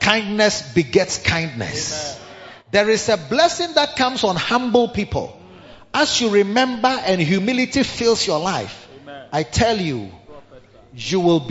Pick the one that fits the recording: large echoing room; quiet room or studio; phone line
large echoing room